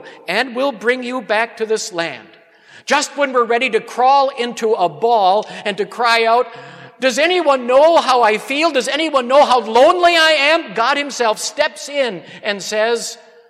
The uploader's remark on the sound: Sermon on Hebrews 4 preached at Grace Lutheran Church.